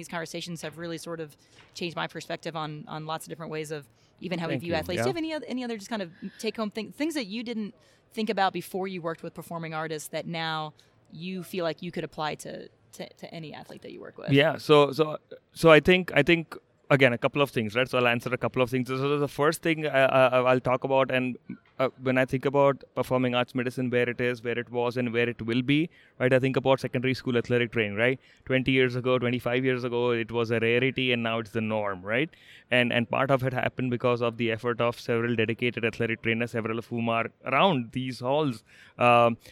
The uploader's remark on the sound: live in the expo hall in Las Vegas during the 2019 NATA Convention